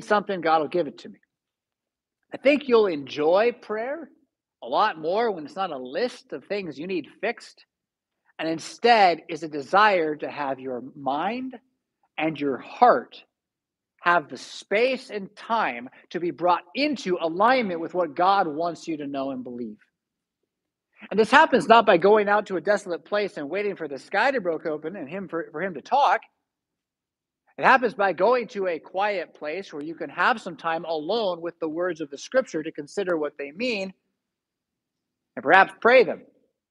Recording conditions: large echoing room